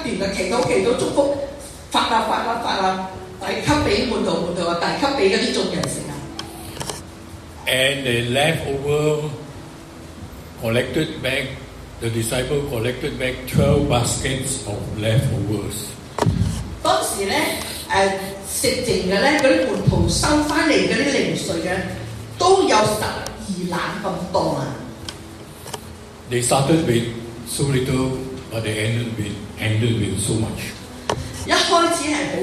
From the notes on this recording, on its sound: Preached on 17/11/23 in St Andrews Presbyterian Church Pengkalan Ipoh.